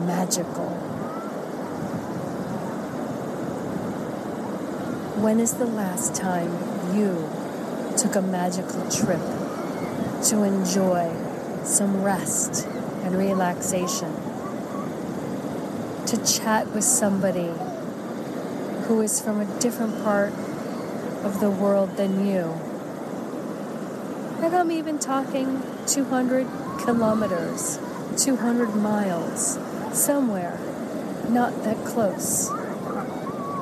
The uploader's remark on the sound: LIVE from Assateague Beach and Chincoteague Island, Virginia, USA. This is a special on location Walk and Talk of our Mindfulness Summer Tour 2022.